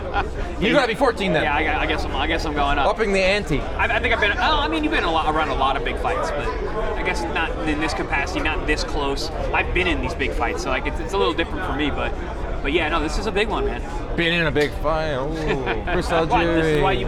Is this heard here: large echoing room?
no